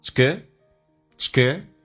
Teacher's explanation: it's 说成 it's，降调读而且不被强调